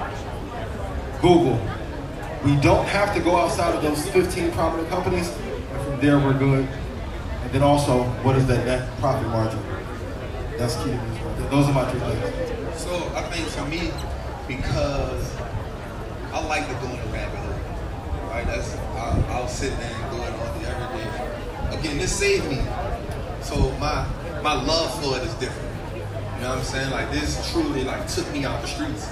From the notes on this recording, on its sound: Live from South by South West 2022. Live Sounds from SxSW 2022!